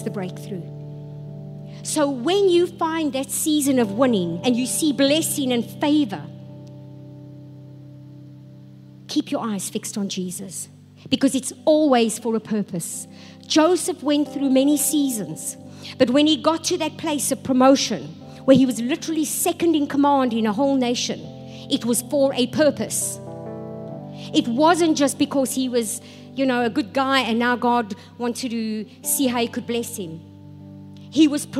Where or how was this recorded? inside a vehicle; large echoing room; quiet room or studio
large echoing room